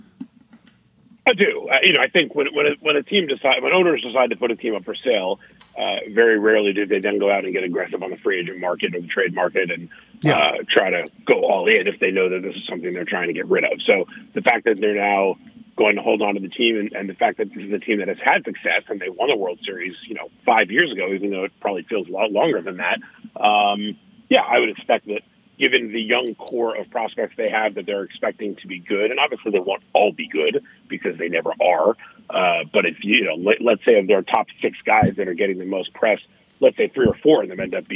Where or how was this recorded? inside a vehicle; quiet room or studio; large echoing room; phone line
phone line